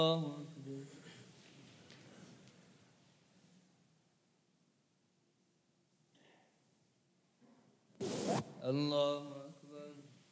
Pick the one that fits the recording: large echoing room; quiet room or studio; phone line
large echoing room